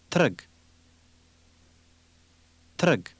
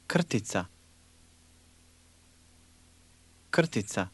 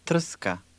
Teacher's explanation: When it appears between two consonants, the Croatian letter R can sound almost like a vowel.